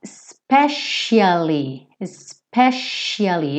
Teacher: Esse C vai ter um som de SH ou X